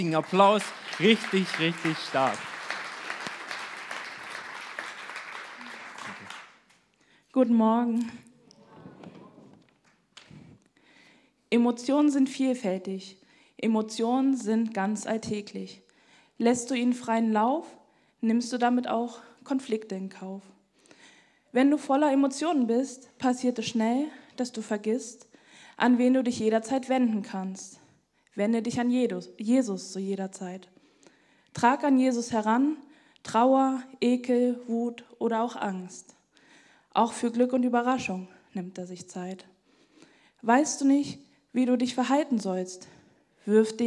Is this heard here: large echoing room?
yes